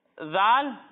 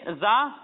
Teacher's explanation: جب ہم زال کی ادائیگی کریں گے تو اس میں سیٹی کی آواز نہیں آئے گی، لیکن جب ہم زا کی ادائیگی کریں گے تو اس میں سیٹی کی آواز آئے گی